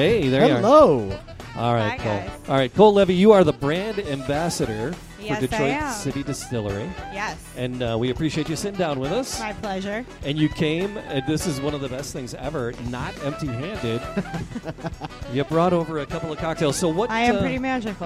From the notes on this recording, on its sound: recored live at Detroit City Distillery in the Eastern Market